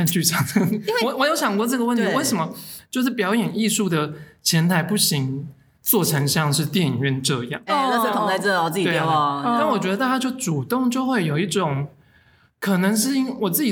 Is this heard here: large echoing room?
no